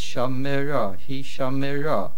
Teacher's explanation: The main accent being on the resh.